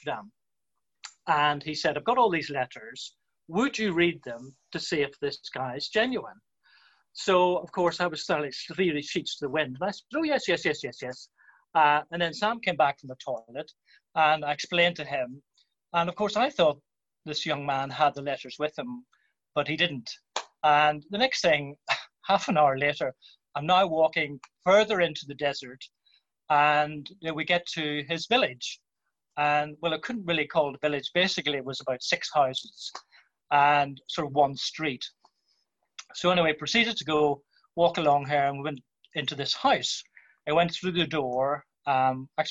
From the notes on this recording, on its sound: Our recent lockdown Zoom event.